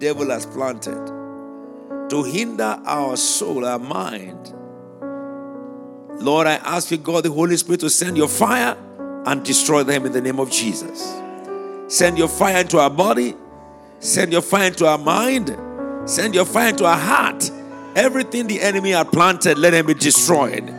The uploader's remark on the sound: Prophetic Prayers during Harvestime Church Anniversary Conference, January 2024.